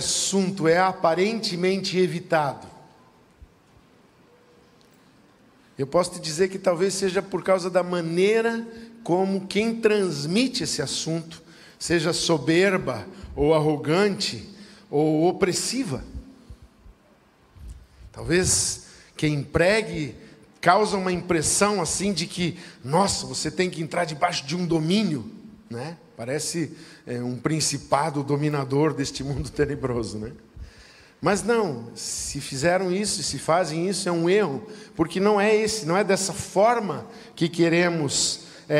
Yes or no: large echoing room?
yes